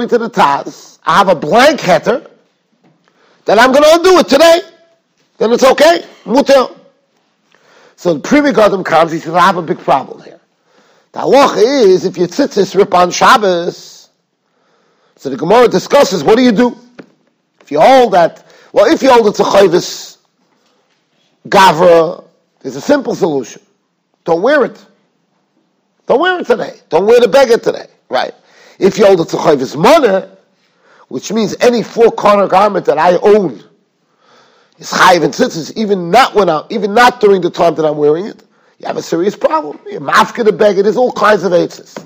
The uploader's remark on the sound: Shiur recorded in Yeshivas Ohr Reuven, Monsey, NY.